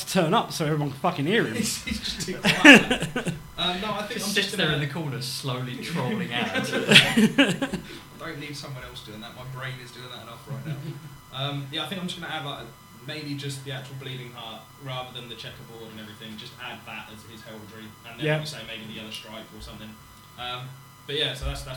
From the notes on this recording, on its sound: We have some sound issue during recording. I have tried to clear up most of it, but I am new to all the equipment that we are using.